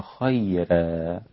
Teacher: رقق الراء في خيرا الإمام ورش فيصير النطق بها خيرا كما ذكرناها في خيران الوصية، أيضا خيرا لسائر القراء عاد الإمام ورش يرقق هنا الراء.